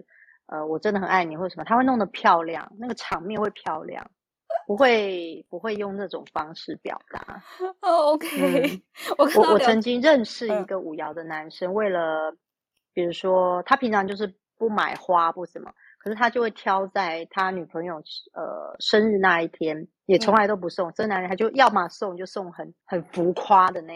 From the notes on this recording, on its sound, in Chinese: 記得那天錄音的時候，聊天室有很多5爻人進來。此音檔是由club house直播中錄製的。故音質無法與專業麥克風及錄音室錄製比較。所有音檔都已盡最大能力去調整。